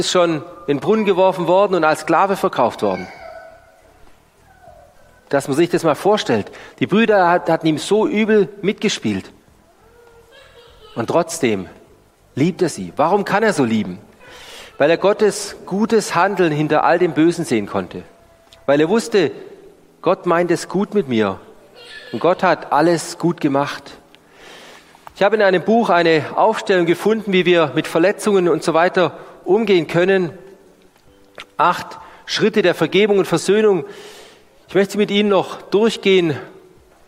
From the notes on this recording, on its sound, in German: Die Predigt aus dem Gottesdienst